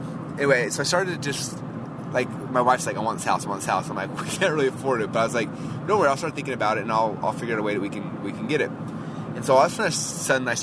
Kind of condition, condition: setting, inside a vehicle